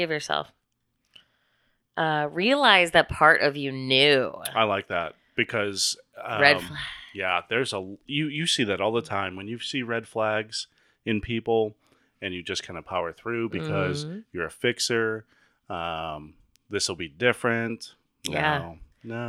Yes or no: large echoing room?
no